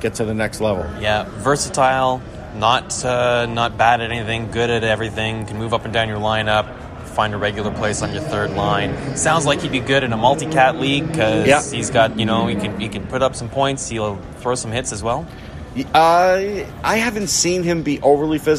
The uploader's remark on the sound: live from the NHL Draft in Montreal